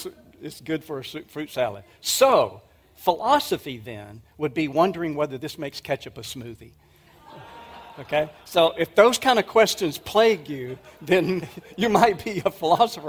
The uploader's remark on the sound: 2023 Apologetics Conference. At the 2023 Evidence and Answers conference.